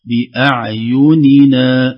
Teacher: انتبهي لكلمة بأعيننا فيها كسرة في النون الأولى وفتح النون الثاني